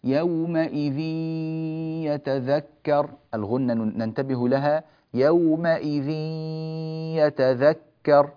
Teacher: لاحظوا أن الغنة تدخل في الياء فقط